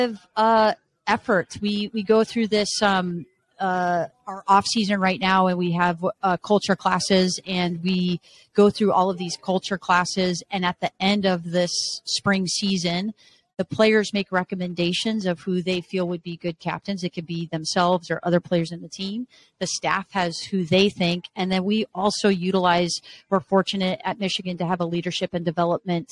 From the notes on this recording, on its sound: Live on Podcast Row at the United Soccer Coaches Convention in Kansas City, 2022.